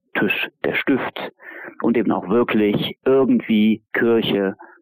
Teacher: I, aber beim Ü spitzt man die Lippen, dann die Lippen rund. Also das I wird gerundet gesprochen, zunehmend, vor allem vor R und vor Lauten, wo die Lippen sowieso gerundet sind, wie vor dem SCH. Das hat sowieso gerundete Lippen und diese Rundung wird auf das I übertragen und dann wird aus einem I ein Ü. · Term: Rundung vom I